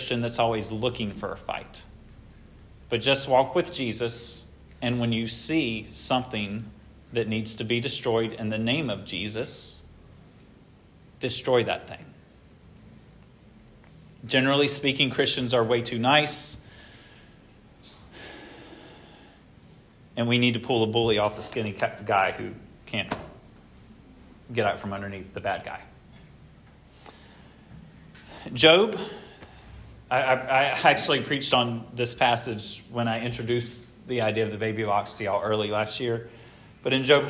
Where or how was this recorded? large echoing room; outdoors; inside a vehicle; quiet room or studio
large echoing room